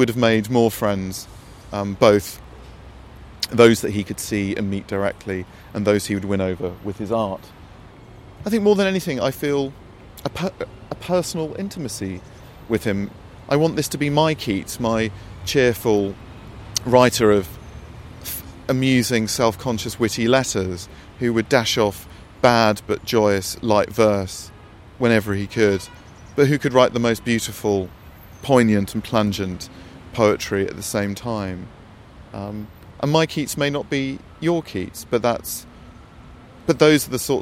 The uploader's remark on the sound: Recorded in Rome’s Cimitero Acattolico. Beside the grave of John Keats.